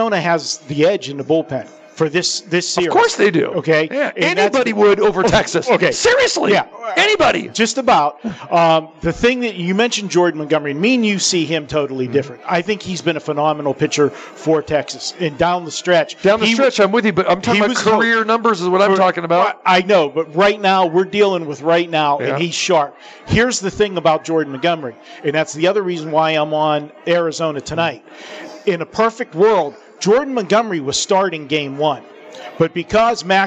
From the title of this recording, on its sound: Live from the Super Book at Westgate Las Vegas